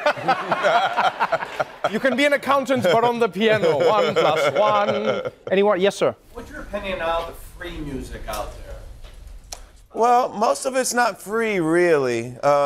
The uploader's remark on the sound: Every now and then, Daily Show guests like to hang out after their interview and let the audience ask them questions.